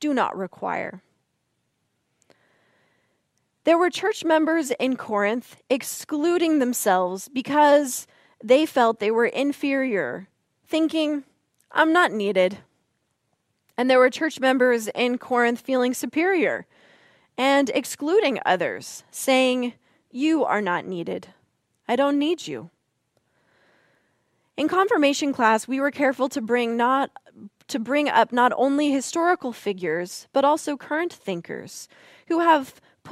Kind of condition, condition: setting, large echoing room